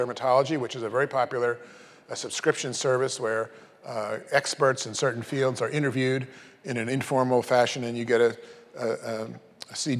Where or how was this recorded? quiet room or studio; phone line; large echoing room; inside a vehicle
large echoing room